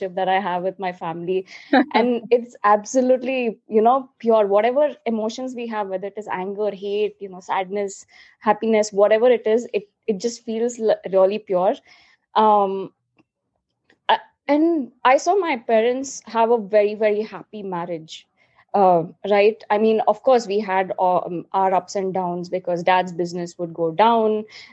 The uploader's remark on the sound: Virtually recorded